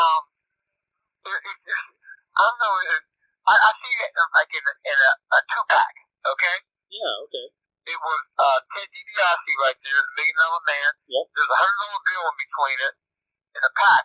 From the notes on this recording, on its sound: This interview was conducted over the phone and cleaned up audio wise the best we could.